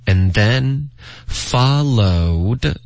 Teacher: 这个 and then 我们把 and 弱读成 n